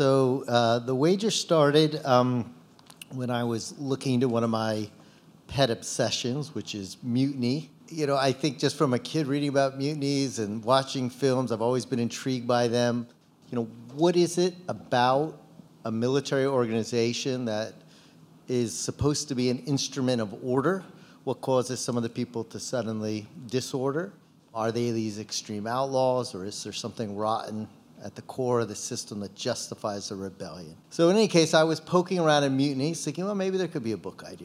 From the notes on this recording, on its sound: live at Barnes & Noble Union Square